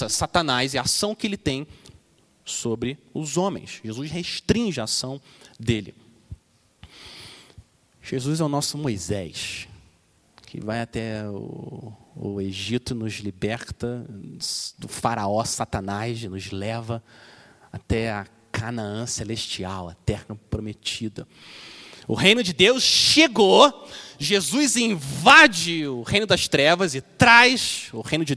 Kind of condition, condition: setting, large echoing room